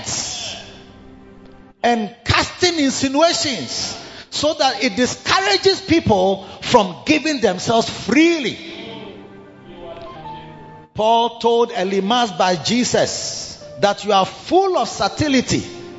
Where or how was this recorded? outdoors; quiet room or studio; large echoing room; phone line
large echoing room